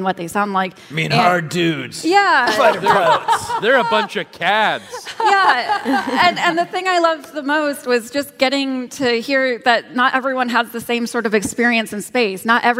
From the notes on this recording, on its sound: StarTalk Live! Citizen Science from San Francisco. Recorded live at SF Sketchfest 2017.